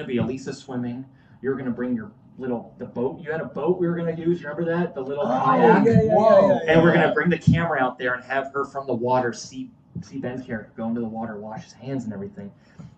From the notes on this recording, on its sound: SWEET RELIEF Live Show at Cinema Salem. To Salem MA to Cinema Salem for SWEET RELIEF.